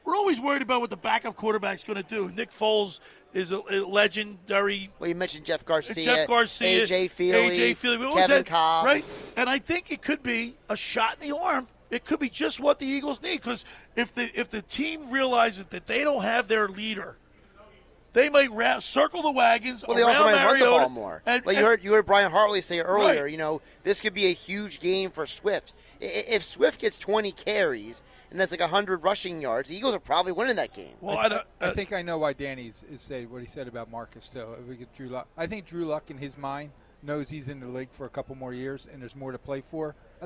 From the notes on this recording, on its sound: Sunday The Locker Room broadcasts Live from the Tropicana in AC. Broadcast Live from the Caesars Sports Book inside the Tropicana in AC.